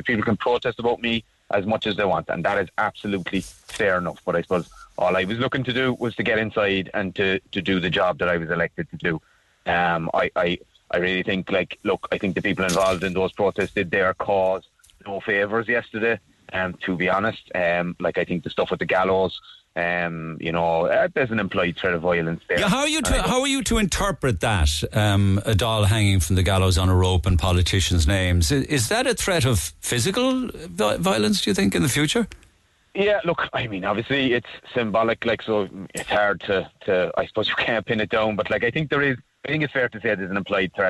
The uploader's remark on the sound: then the actual bride involved called